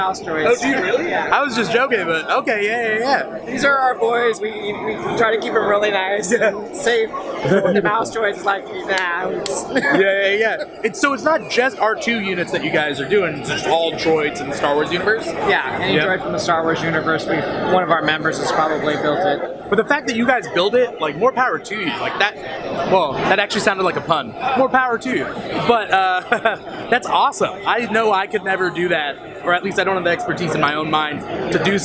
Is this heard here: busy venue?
yes